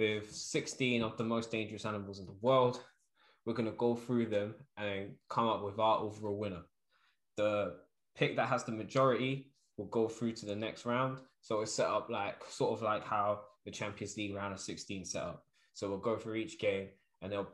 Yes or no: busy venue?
no